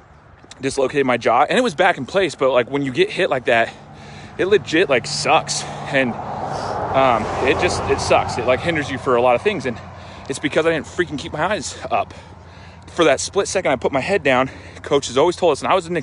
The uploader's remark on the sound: my walk and talk from my Facebook LIVE